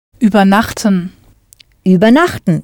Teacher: there's no stress on the first syllable, so it's not separable